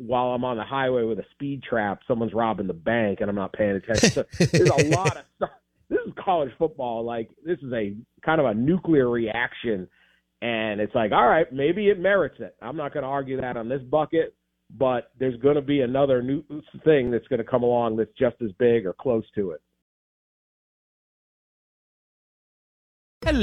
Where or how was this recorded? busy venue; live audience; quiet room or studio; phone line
phone line